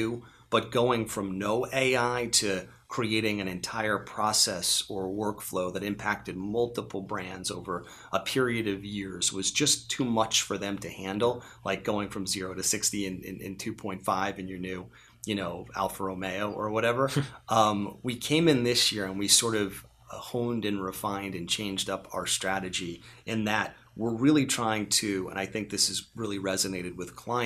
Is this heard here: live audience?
no